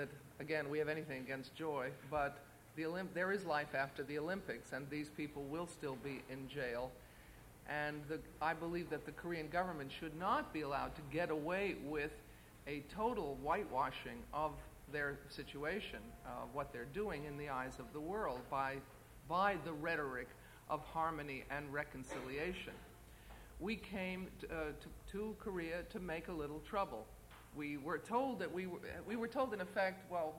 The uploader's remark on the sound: In a press conference at the International Congress of PEN in Korea